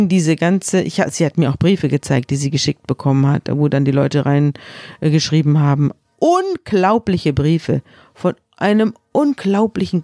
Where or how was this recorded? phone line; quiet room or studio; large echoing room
quiet room or studio